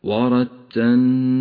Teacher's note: اللام الساكنة جاء بعدها حرف النون، إذا لم توضحها في اللفظ انحرفت إلى مخرج النون وصارت هكذا ورتلناه، وهذا خطأ، صوابه أن تقول ورتلناه ترتيلا.